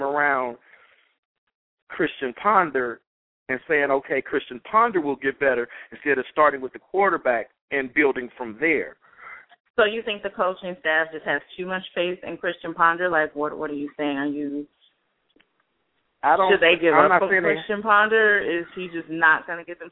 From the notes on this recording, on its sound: We will take opinions of passionate fans as they call in and give the many reasons why their favorite team is a contender for the big game this season.